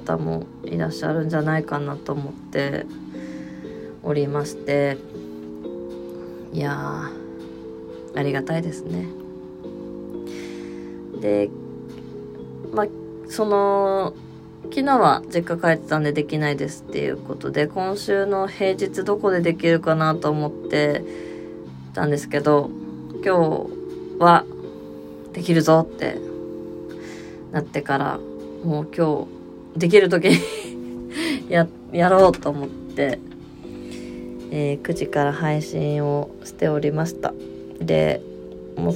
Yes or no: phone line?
no